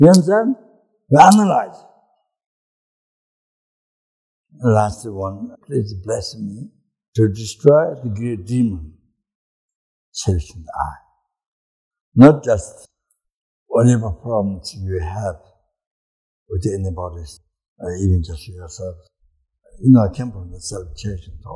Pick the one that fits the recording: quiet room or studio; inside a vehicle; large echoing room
large echoing room